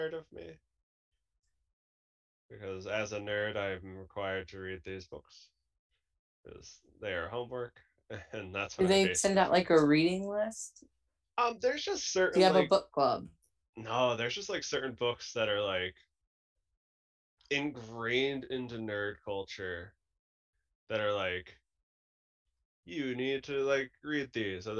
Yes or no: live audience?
no